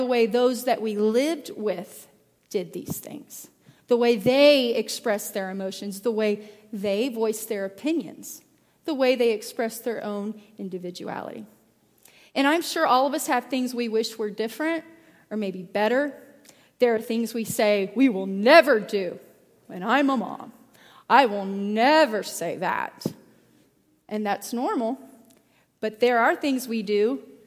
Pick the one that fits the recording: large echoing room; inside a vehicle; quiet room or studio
large echoing room